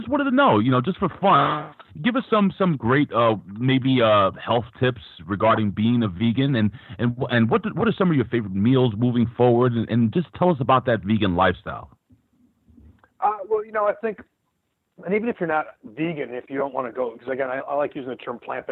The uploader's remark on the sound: This is the full audio from the Impact Media call earlier today